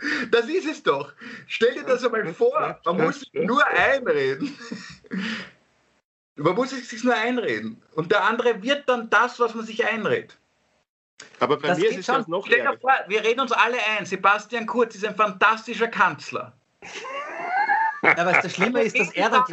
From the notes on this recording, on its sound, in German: Aufzeichnung einer ZOOM Session. Weil das aktuell nicht möglich ist, finden sie ihr Publikum, indem sie einander via Skype am Abend beim Reden zusehen.